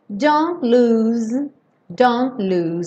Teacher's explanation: aqui você pode ir do N direto para o lose